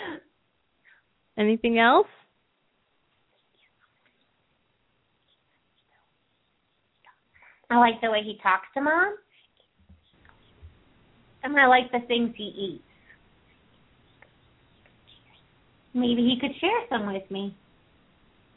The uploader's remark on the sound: open up the lines for listeners to call